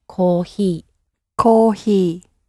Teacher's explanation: sound is somewhere in between an H and an F. · Term: HF sound